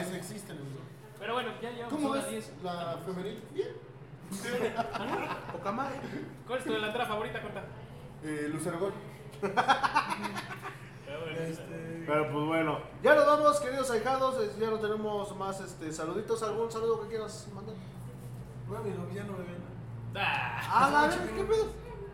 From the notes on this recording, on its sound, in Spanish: En vivo desde Jocker Snacks and Drinks